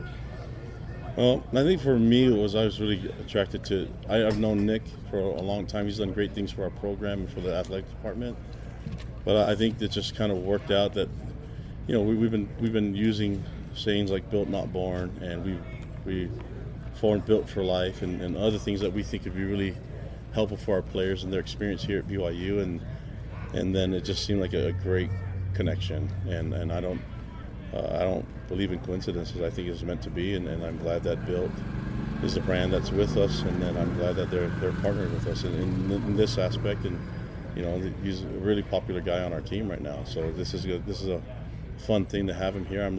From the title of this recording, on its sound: Built Bar NIL Press Conference